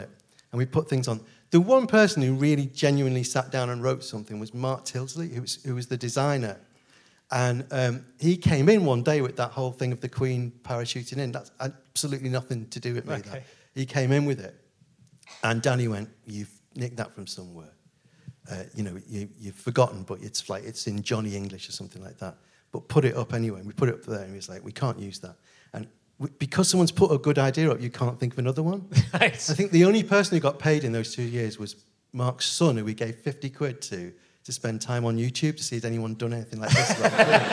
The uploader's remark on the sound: back at the Liverpool Playhouse